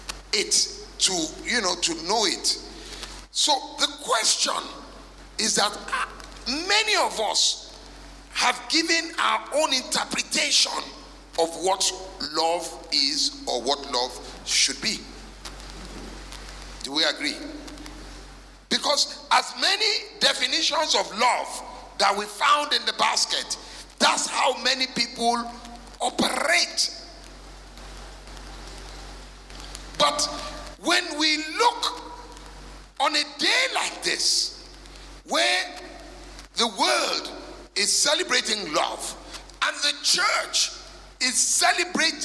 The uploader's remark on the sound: Recorded Live at our MidWeek Service